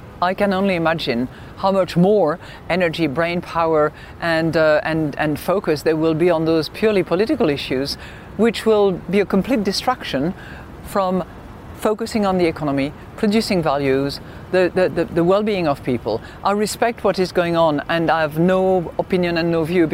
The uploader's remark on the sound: live from the New York Stock Exchange